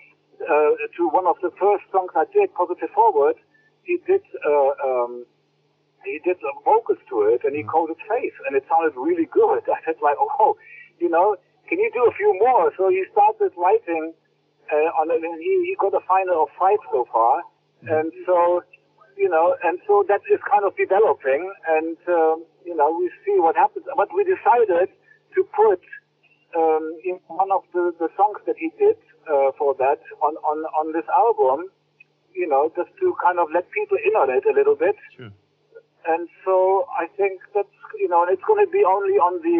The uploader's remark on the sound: A recent phone conversation